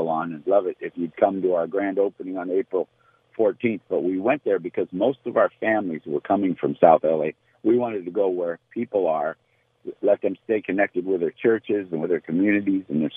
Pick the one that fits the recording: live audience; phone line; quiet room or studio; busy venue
phone line